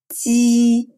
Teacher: Первый звук приблизительно равен русскому «дж», но произносится мягко и без придыхания.